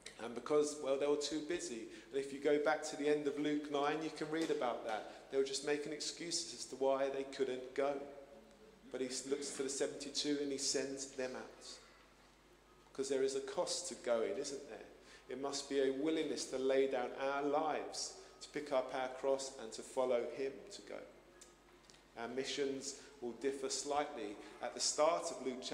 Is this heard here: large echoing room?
yes